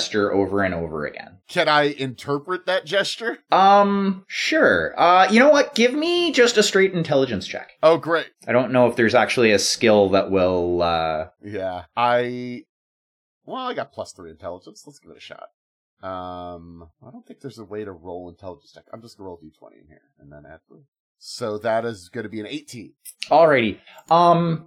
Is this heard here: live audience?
no